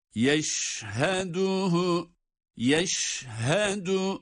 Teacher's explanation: Şin harfinin sesi bir yayılacak. Çünkü bunda tefeşşi sıfatı var. Sefsin ağızda yayılması.